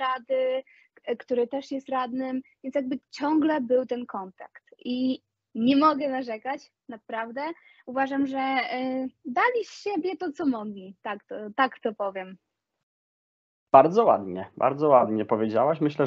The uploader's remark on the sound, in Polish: Odcinek z problemami technicznymi niezależnymi od uczestników nagrania!